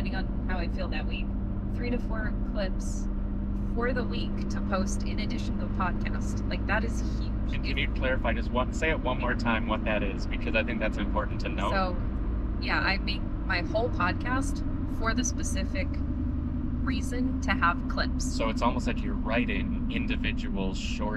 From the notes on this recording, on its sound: This week, we're sticking with our podcast habit by recording from the car. We had an audio snafu, but that won't stop us. Shure SM58 Microphones.